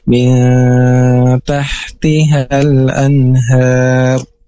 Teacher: ada huruf ta, maka dibacanya itu dengan dengung dan ditahan selama dua harokat · Term: ikhfa